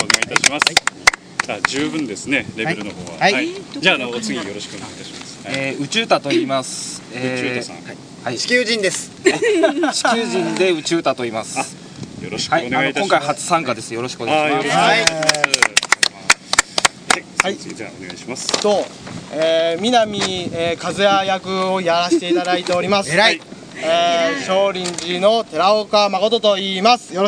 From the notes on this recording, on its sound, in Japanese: 録音場所は秋晴れの青空のもとです。